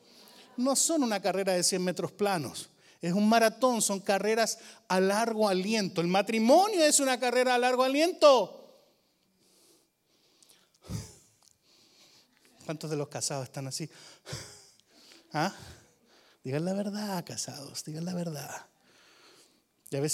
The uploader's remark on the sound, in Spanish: Grabado en VIVO en la iglesia VMF, Arlington, Texas.